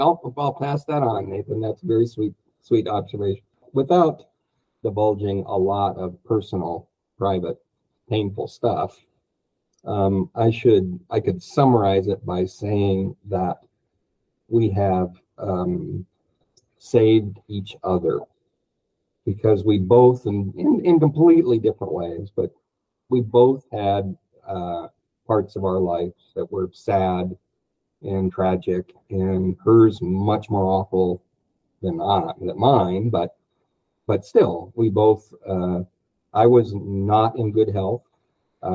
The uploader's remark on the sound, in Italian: E mi avete chiamato con FaceTime.